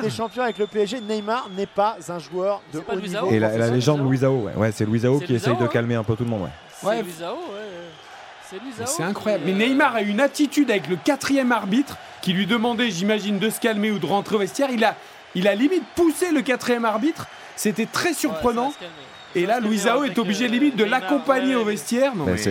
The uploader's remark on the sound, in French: En direct de l'Estadio da Luz.